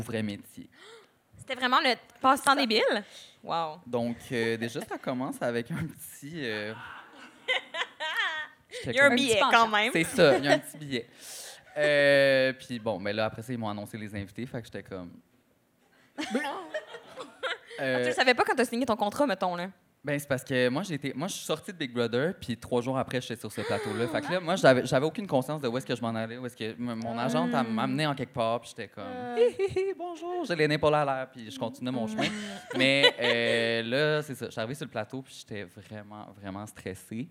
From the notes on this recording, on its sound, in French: LIVE à Montréal. Leur tout premier épisode devant public!